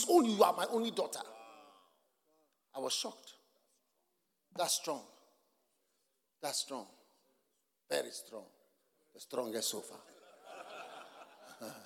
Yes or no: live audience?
yes